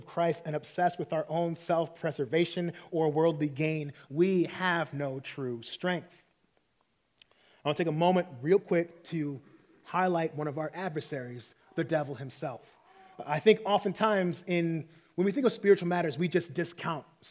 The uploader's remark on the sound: preached this sermon at our 20-30 Young Adults meeting on March 31, 2023.